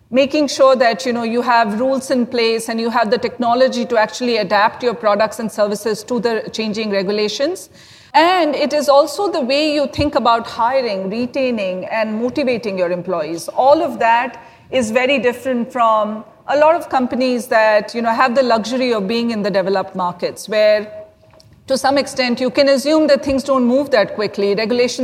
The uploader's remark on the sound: This special episode was recorded at LendIt Fintech LatAm in Miami.